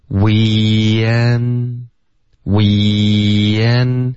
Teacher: we and 之间会出现一个很轻的一个 y 的音，把这两个元音 e 跟 a 切开